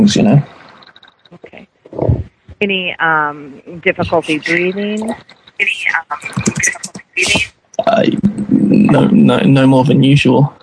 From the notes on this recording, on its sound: Prank Phone Calls